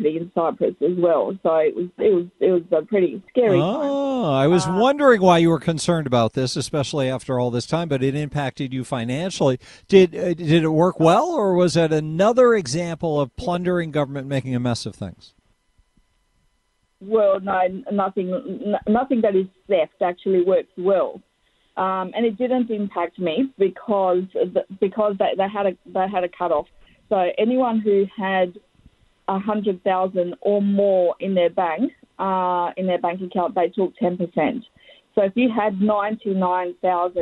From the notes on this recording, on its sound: After Rants, we take some phone calls. Our objectivist friend from Australia.